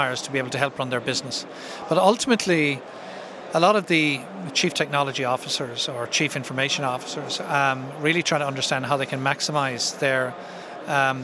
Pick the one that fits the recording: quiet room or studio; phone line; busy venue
busy venue